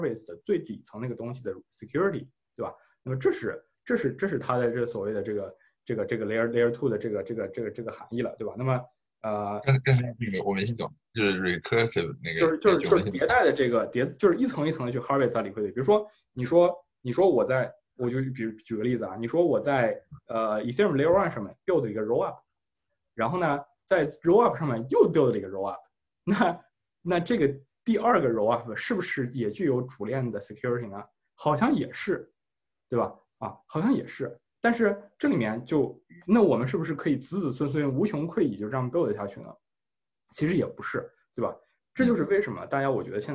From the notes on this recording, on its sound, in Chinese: 在zoom上远程聊了一次